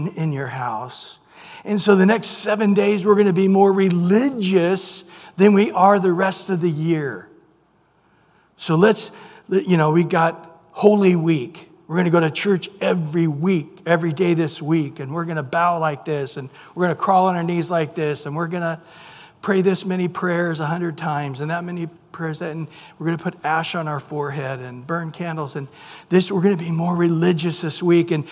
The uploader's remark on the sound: Recorded at Calvary Chapel of Los Alamitos on June 21 2023 on Wednesday evening sermon.